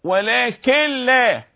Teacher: إذا وجود تشديد يبقى حصل دمج، حصل خلط، حصل إدغام، حصل إن قلبت النون إلى لام ثم دغمت اللام في اللام